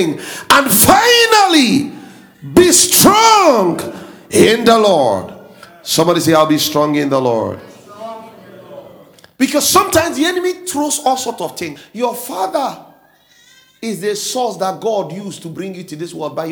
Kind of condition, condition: setting, large echoing room